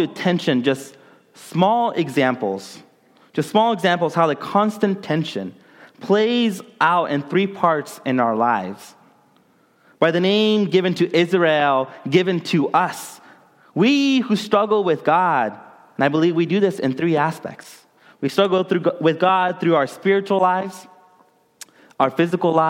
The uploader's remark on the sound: During the Contemporary Worship service.